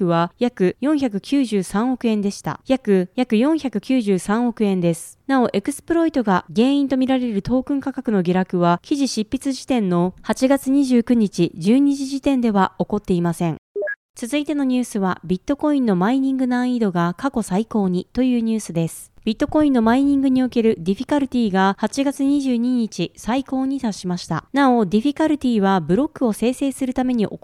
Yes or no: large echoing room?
no